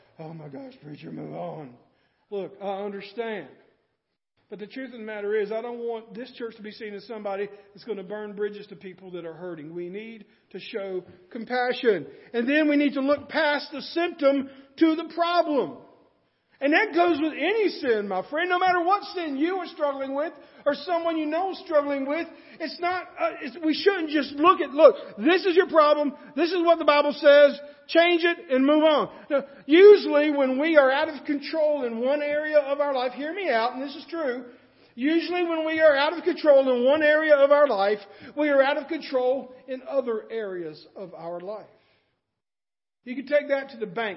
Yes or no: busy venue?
no